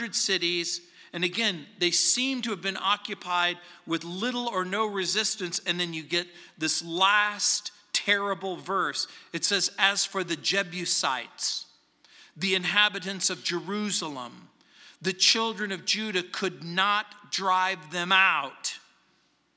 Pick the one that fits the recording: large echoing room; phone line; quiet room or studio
large echoing room